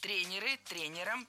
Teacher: И двигать это ударение мы не должны. Всегда ударяем «е» в первом слоге.